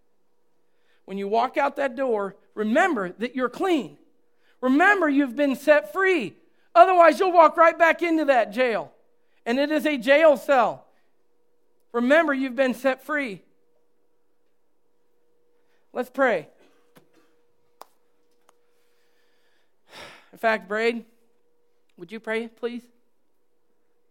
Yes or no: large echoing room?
yes